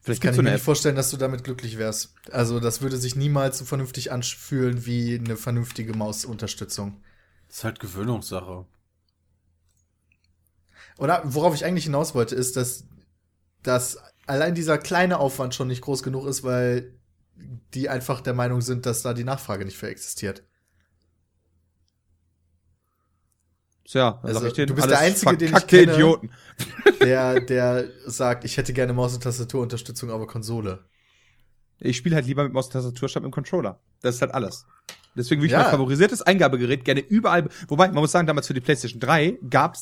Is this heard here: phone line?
no